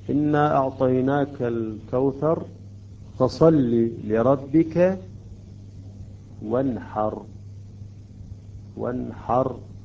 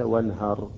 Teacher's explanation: الحاء عندما تأتي بعد النون الساكنة نظهر النون · Shown in: first take · : إنا أعطيناك الكوثر فصل لربك وانحر، وانحر وليس وانهر، وانحر.